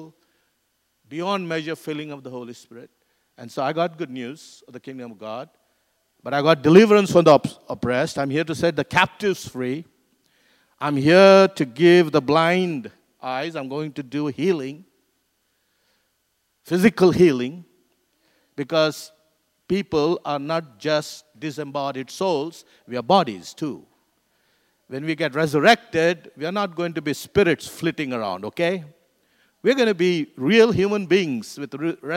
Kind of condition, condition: setting, large echoing room